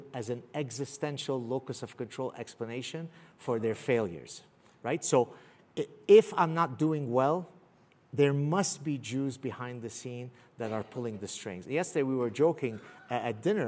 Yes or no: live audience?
yes